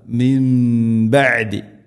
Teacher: സുക്കൂനുള്ള നൂനിന് ശേഷം ബാ നൂനിനെ മാറ്റി മീമാക്കണം. ഇഖ്ലാബ് മിൻ ബഅദി, ഇങ്ങനെ മണിച്ചുകൊണ്ട് ഉച്ചരിക്കണം.